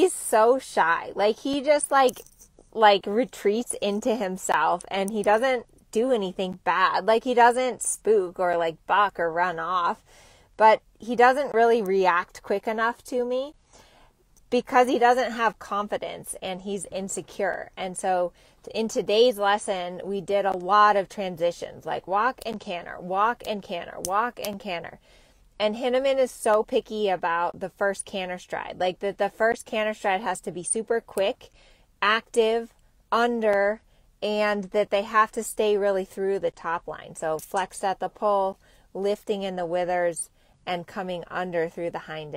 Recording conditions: inside a vehicle